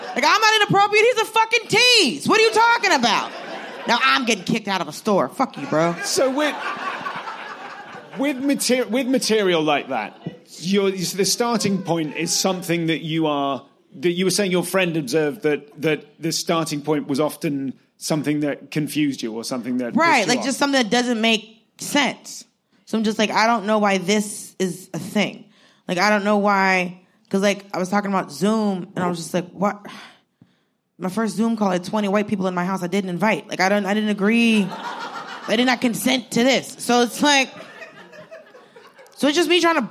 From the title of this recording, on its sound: Live at SXSW